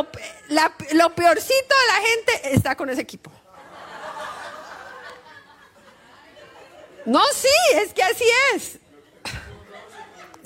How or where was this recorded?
live audience